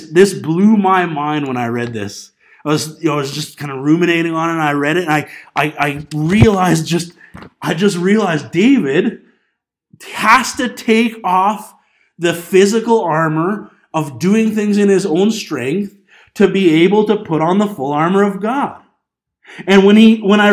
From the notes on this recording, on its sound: This Sunday morning message sas recorded on January 12, 2020 at Bethel Pentecostal Tabernacle in Clinton, BC.